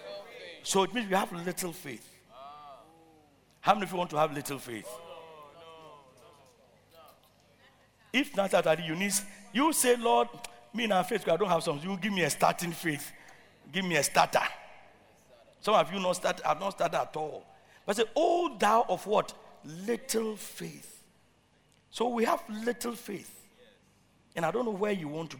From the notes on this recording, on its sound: Preached at Loyalty House, Abbey, Dahwenya